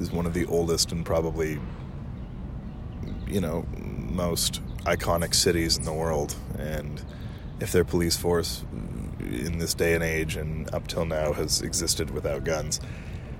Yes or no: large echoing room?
no